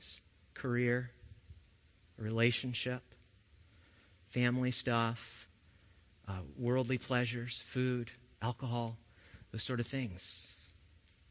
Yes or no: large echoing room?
yes